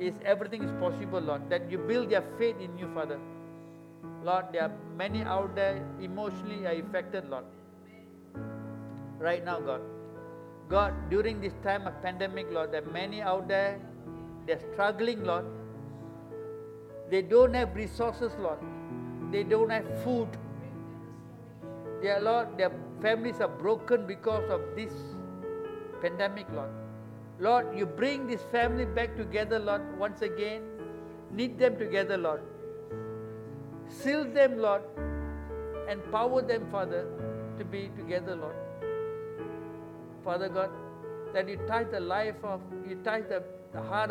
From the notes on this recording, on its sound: A message preached during our Sunday evening service